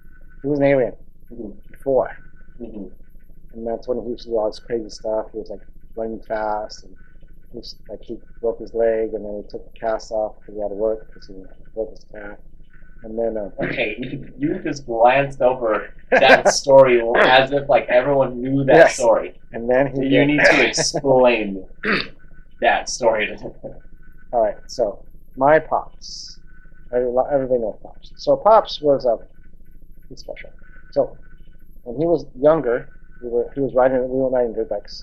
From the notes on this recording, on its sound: Sorry for the Audio.